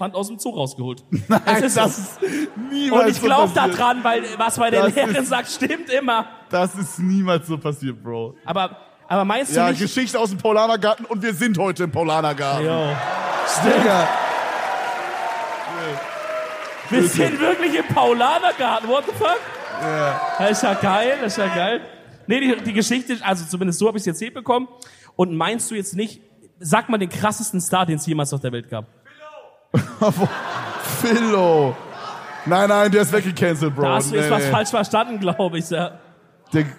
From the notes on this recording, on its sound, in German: München 2023. Zum letzten Mal sind wir heute live auf der Bühne und bringen unsere EDELTALK Tour 2023 zu einem würdigen Ende.